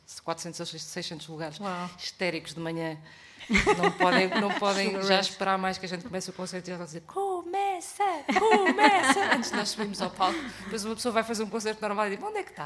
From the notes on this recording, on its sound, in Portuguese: Chasing Rabbits Record Store. Gravado ao vivo na “nossa” Chasing Rabbits.